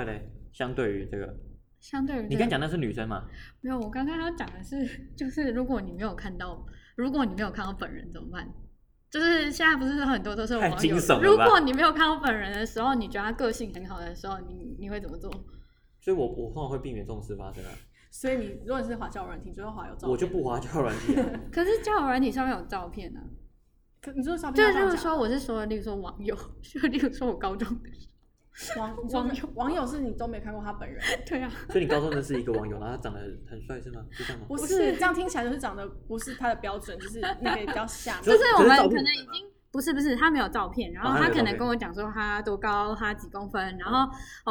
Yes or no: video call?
no